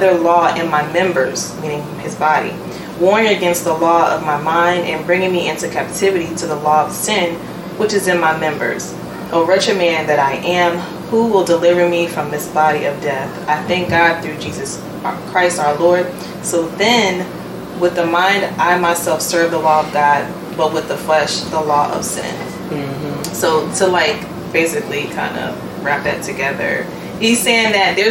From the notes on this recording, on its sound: Sorry for audio quality.